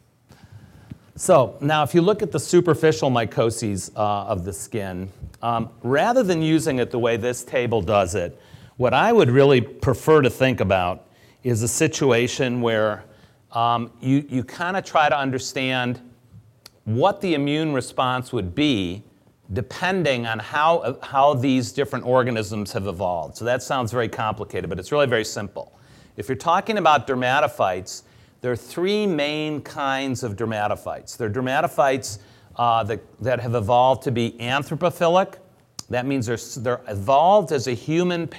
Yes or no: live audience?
yes